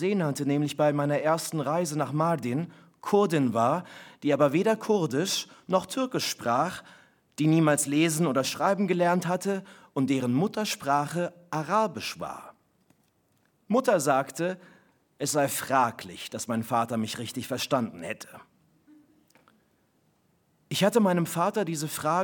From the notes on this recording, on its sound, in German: Live im Haus des Rundfunks. Live-Lesung.